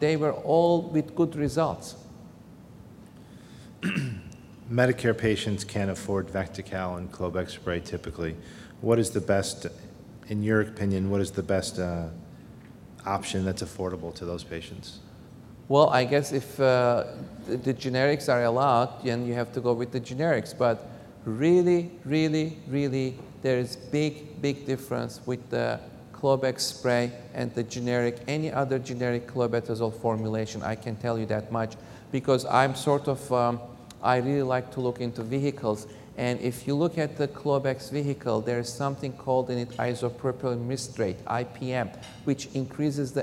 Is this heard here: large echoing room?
yes